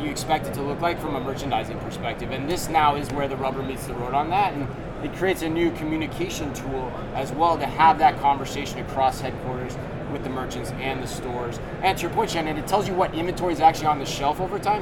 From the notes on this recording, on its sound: Live From NRF 2024.